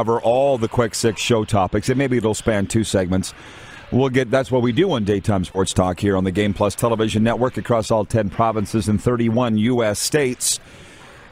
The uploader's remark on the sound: We are LIVE from the city of Estevan, Saskatchewan for the 2022 Centennial Cup Junior Hockey Championship